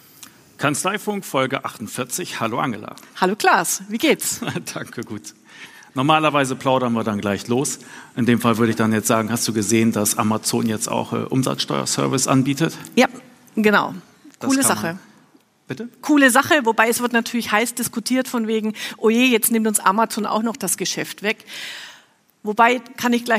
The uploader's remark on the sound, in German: Ein Mitschnitt von der Celler Steuerfachtagung. Wir waren zu Gast auf der Steuerfachtagung Celle. Dort auf der Bühne zu stehen, war eine Premiere für mich.